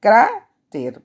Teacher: La palabra cráter, porque ahí hago el mayor esfuerzo de voz en la penúltima sílaba · Term: palabra grave